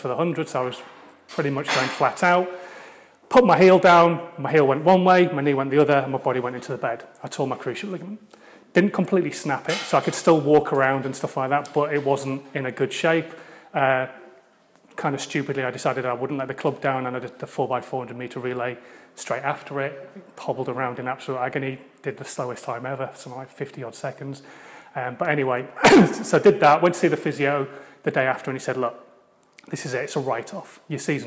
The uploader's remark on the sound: told at a keynote I gave recently at a UK based networking event